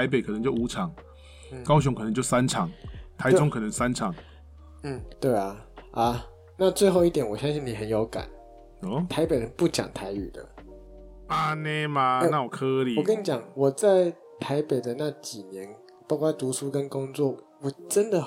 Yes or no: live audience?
no